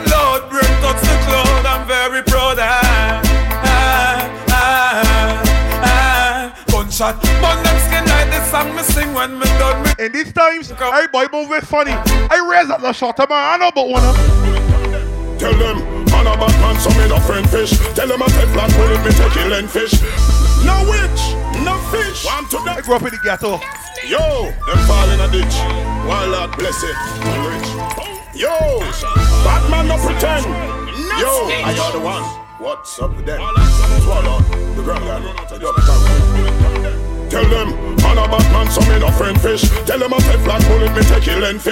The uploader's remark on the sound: LIVE AUDIO FROM UNCENSORED The Cruise